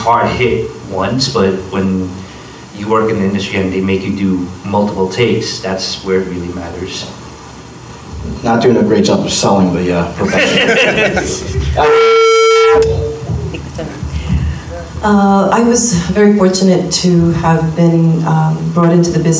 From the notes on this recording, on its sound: From the Urban Action Showcase & Expo 2023, the Kung Fu Drive-In Podcast hosted the BEHIND THE ACTION Panel